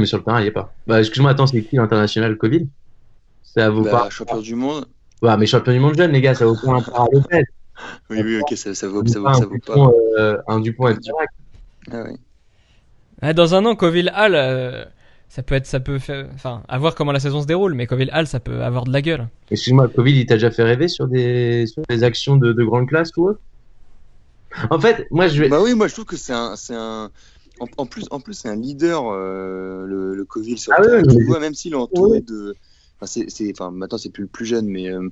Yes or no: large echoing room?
no